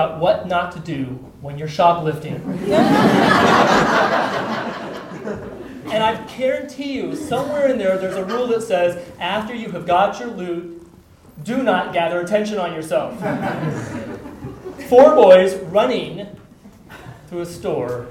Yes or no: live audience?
yes